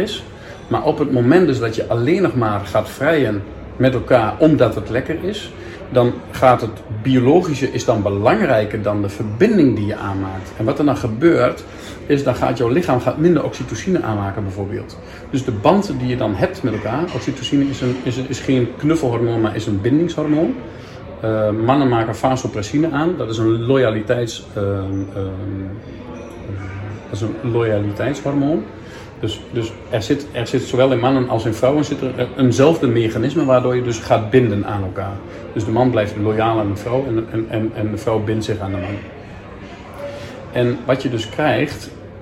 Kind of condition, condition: setting, busy venue